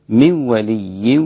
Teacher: الإدغام بدون غنة للإمام خلف